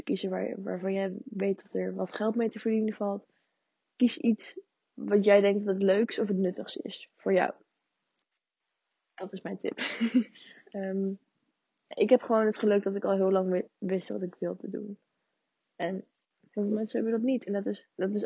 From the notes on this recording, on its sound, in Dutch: Deze podcast heeft for some reason echt hele slechte geluidskwaliteit. Ik kreeg het niet gefixt.